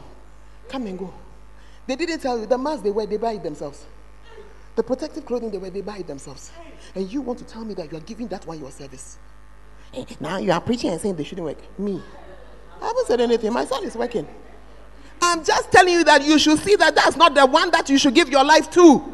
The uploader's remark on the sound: Preached at the Word Alive Service